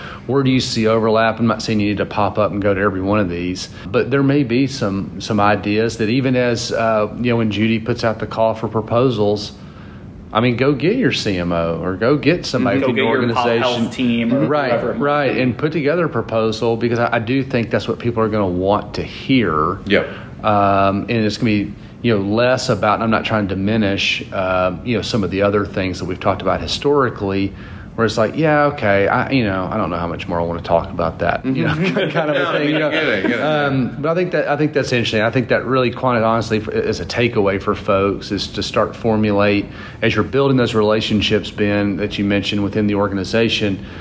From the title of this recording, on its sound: Live from HMPS23 in Austin, TX